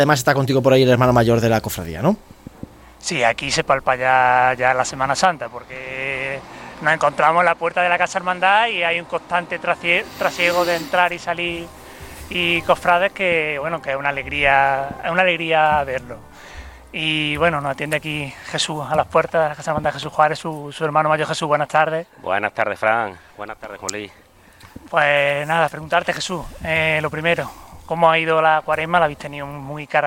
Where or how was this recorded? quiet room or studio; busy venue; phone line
busy venue